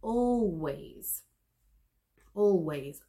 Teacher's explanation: my tongue is touching the back of my teeth very briefly for the L, and then going into the W.